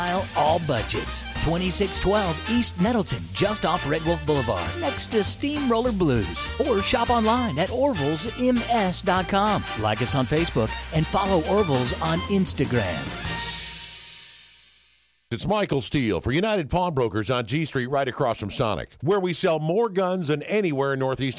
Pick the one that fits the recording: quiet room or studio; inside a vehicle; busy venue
busy venue